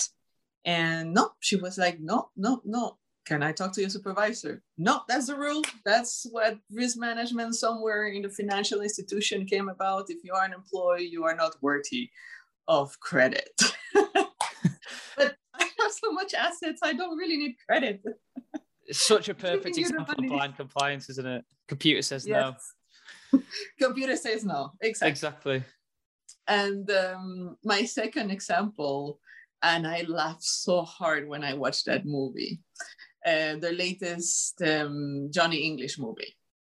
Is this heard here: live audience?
no